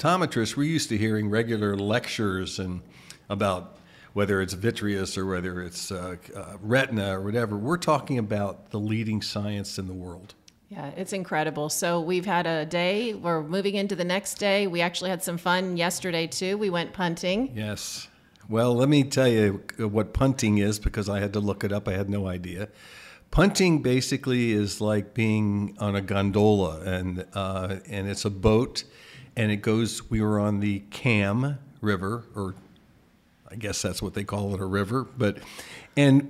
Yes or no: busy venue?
yes